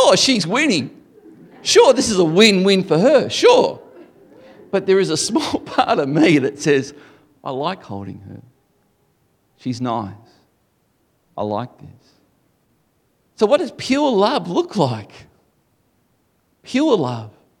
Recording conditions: live audience